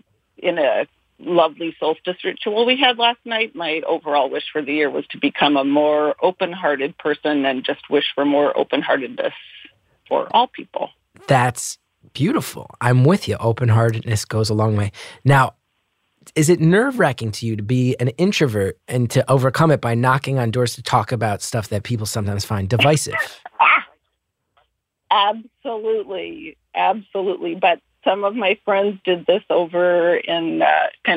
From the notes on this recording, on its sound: Listeners (including a surprising number of aspiring novelists) called in for a series of brief one minute calls